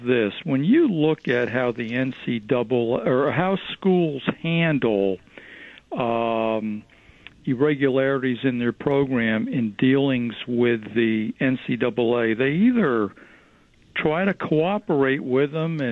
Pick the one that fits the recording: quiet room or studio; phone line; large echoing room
phone line